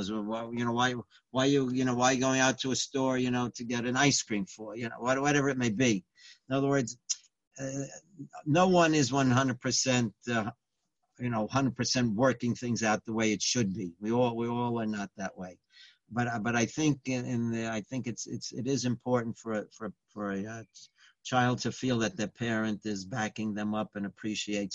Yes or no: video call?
yes